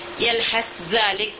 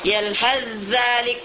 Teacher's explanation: Kalau kita sambung antara dua kalimat ini, kita harus baca yalhazza yalhazza. Kalau kita menyambungnya harus sa ini diganti ke harfu zal, kemudian dimasukkan ke harfu zal · Shown in: second take · dan kita baca idghamkan idgham kamil.